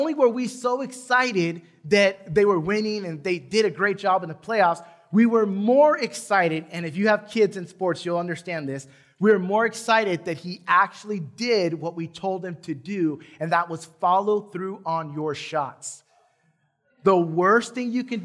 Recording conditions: large echoing room